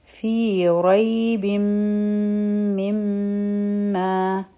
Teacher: پا دوانو میم باندی میم مشدد دی نو غنا بکو